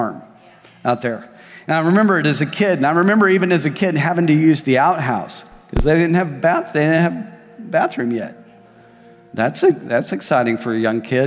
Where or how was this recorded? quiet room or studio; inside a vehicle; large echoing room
large echoing room